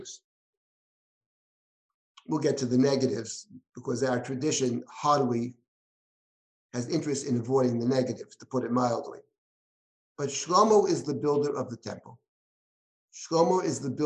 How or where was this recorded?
video call